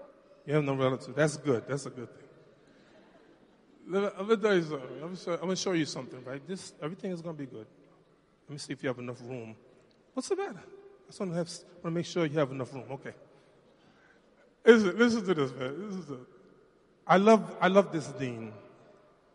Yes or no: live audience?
yes